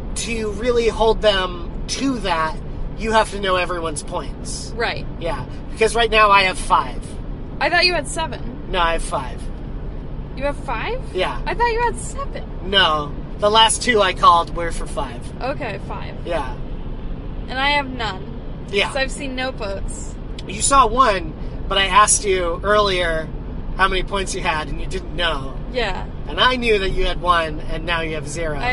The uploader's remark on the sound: Sometimes, it’s just kinda hard to talk in the car. Roadtrip!